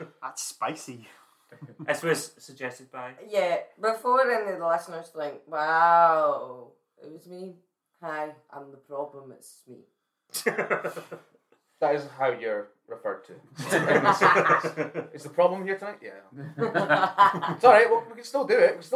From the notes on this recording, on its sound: Due to the sudden and loud nature of the game the audio volume will vacillate between being of hopefully a reasonable level to being a lot quieter. This is because there are explosions of sound and I didn't want anyone's eardrums to take a hammering.